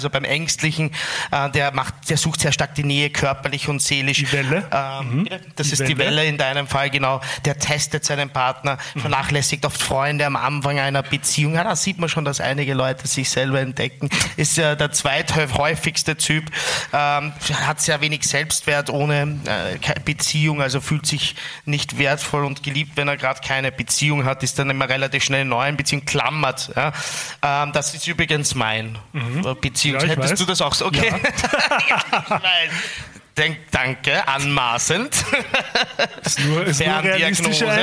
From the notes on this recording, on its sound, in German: Unsere erste Live Show im Rahmen des FM4 Podcast Festival im Dezember 2022. Aufnahme Österreichischer Rundfunk, radio FM4, 2022.